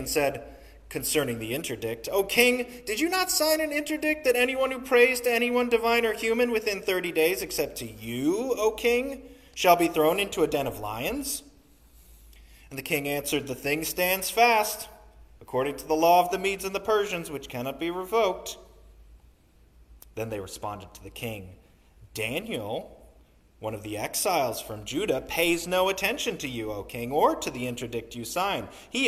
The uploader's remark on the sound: Sermon recorded on the Third Sunday in Lent